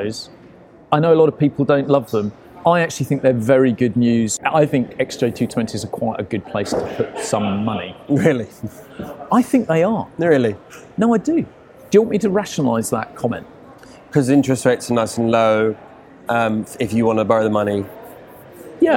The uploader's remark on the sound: Recorded at RM Sotheby’s 2023 London auction, we also catch up with all the news and amazing cars on offer at the sale.